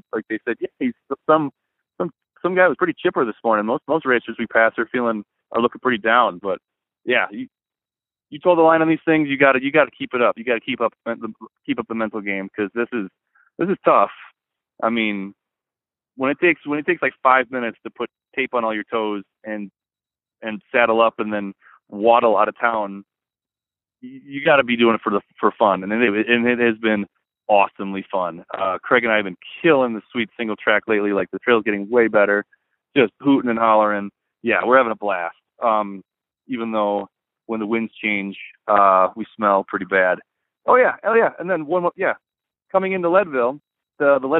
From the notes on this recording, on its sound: called in from Leadville!